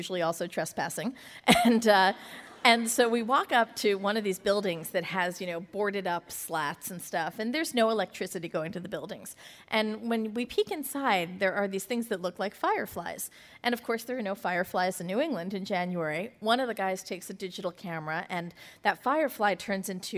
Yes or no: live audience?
yes